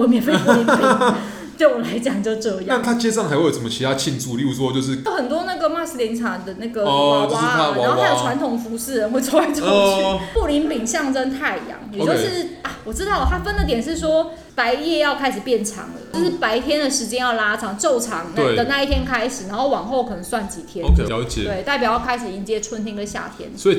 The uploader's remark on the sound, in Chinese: 本集白噪音指數：蚊風級 1/5。錄音地點： 某某咖啡 - MOMO Coffee Bistro。